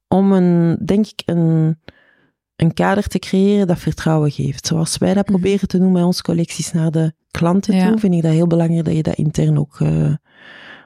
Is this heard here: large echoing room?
no